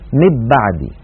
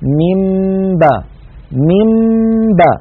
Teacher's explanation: الميم مفصولة تماما عن الباء من باء، لا دمج بين الصوتين ولا خلط بينهما · Shown in: second take · لذلك هذا الأمر لا نستطيع أن نعتبره إدغاما، كما أنه ليس بإظهار. · Term: الإخفاء